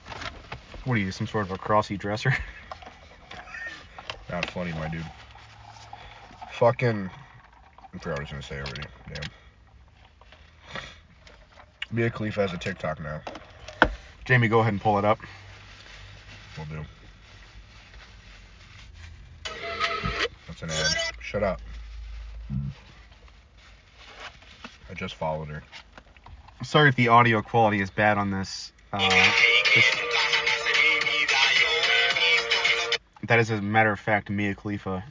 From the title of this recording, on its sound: Chatting in the Car